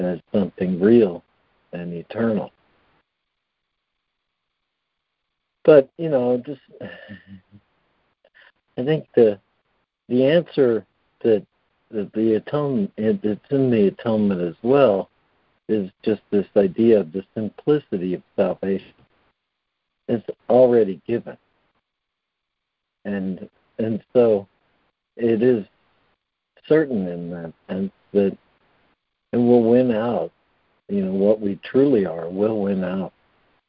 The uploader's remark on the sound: ACIM Daily Conference Call.